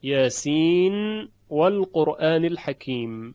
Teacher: در مورد نون یاسین در نزد واو، یاسین والقرآن الحکیم، که در اینجا قالون اظهار کرده، ادغام نداره